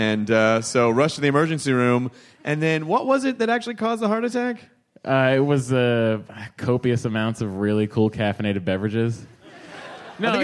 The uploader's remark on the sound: Live at SF Sketchfest 2015. It's some LIVE hostful goodness!